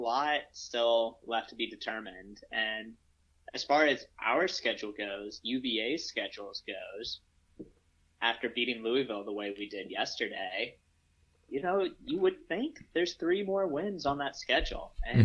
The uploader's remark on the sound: The guys are apart once again. Mic doesn't work. The audio is not the best quality in this episode.